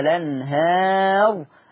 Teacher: كلمة الأنهار أيضا فيها النقل لورش، فتبقى لام مفتوحة فتقرأ الأنهار.